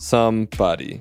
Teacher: So stress is on some. Stress is on some.